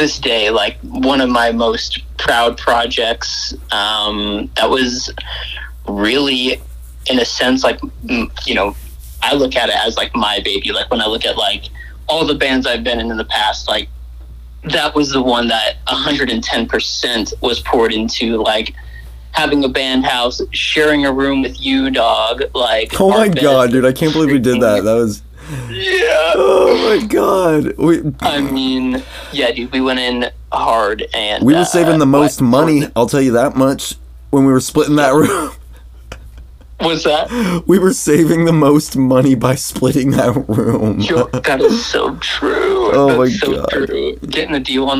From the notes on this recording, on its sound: This episode is the first over the phone podcast I've done.